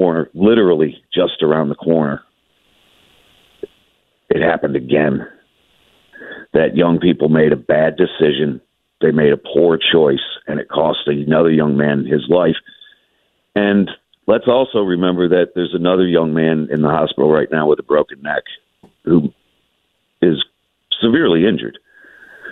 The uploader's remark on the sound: calls in to the show this Friday morning